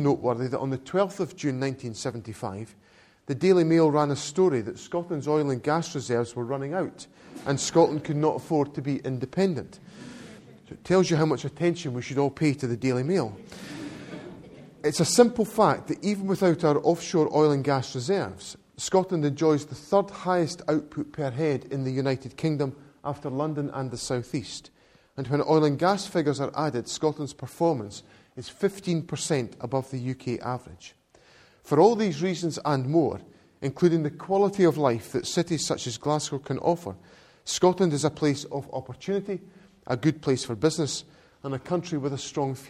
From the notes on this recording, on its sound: to an audience of academics and business experts at the Glasgow School for Business and Society